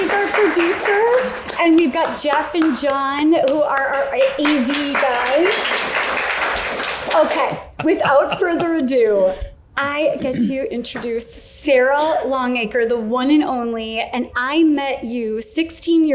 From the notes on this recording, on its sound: In this second live recording of our We’re Not Fine